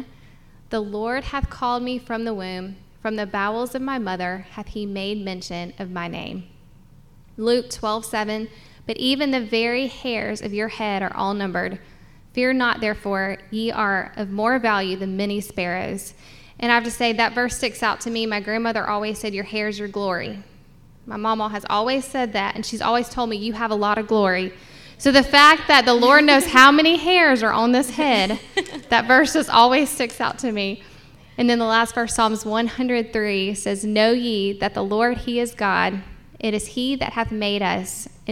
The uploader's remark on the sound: the live podcast we did at Talmo Baptist Church over the weekend